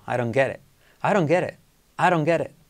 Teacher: Fíjate la última T casi no la digo.